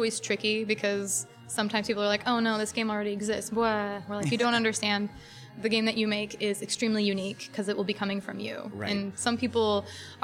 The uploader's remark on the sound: Recorded at our local coffee house (Espresso Royale at the Crossing if you must know).